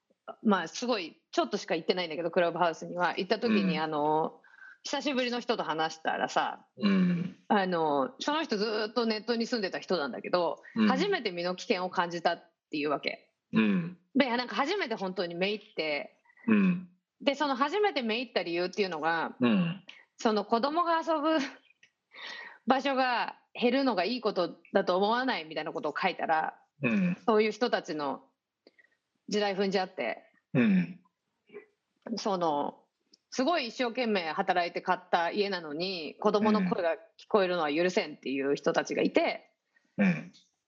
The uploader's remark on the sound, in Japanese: 本収録はビデオ会議サービス「Zoom」を使用し。一部聞き取りづらい箇所があります。